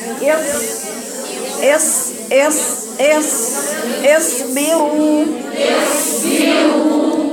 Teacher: تمتاز الصاد والسين بصفتي الرخاوة والهمس